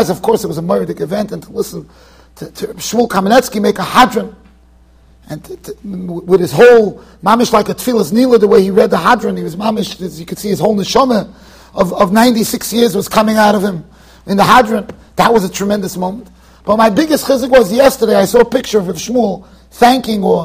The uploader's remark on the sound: Shiur recorded in Yeshivas Ohr Reuven, Monsey NY.